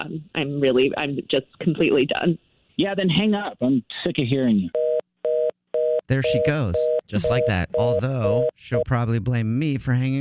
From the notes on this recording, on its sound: A Phone Prank